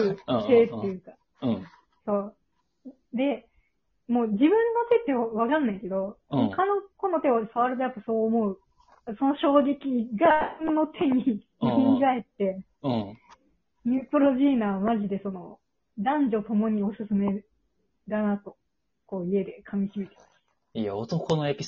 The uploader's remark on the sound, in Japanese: マイク不調 #軋むベットみたいな音入ってんな